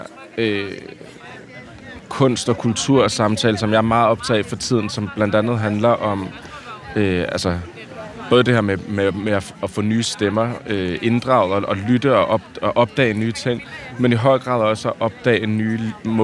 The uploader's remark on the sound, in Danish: på en lydtur i Louisianas park